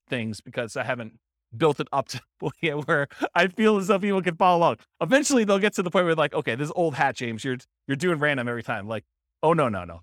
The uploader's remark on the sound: This was a live class recorded